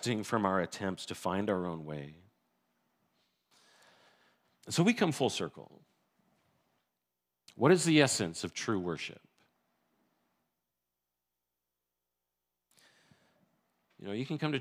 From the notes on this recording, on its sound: This sermon was recorded. In Blessings Christian Church located in Hamilton, Ontario.